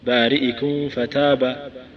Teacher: يستبق نطق الفاء ويعمل الثنايا العليا مع الميم فتختلط بالفاء. والسلامة من ذلك أن تنطق الميم نطقا كاملا وتطبق شفتيك ثم تنتقل الحرف الذي بعدها، تقول عند بارئكم فتاب، بارئكم فتاب بدون سكتة.